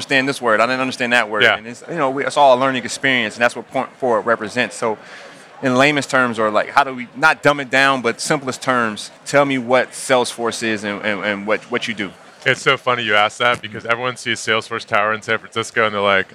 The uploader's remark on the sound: Live from San Francisco. The three of them sit down at Salesforce's massive tech conference Dreamforce.